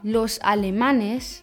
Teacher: Aber los alemanes, das steht im Plural, die Betonung ist in der vorletzten Silbe und es endet in Konsonanten und deshalb bekommt es kein Betonungszeichen.